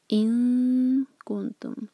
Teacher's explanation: الف کے بعد جو نون ہے ایمٹی نون، اخفا کریں گے، کیف کے لیے زبان تیار